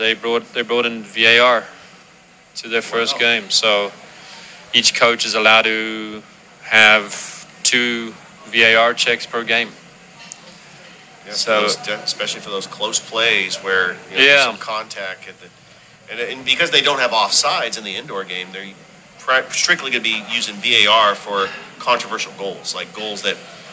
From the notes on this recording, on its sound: Live from Ivy Park Sports Bar and Grill